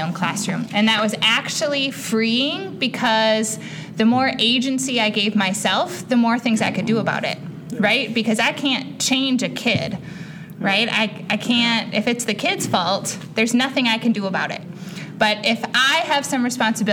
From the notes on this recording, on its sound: Recorded in front of a live audience at the Christian Educators’ Association Conference. We had the joy of recording a live episode at the Christian Educators’ Association Convention held in South Bend, Indiana in October 2023. It was great to connect with some fans of the show while we were there.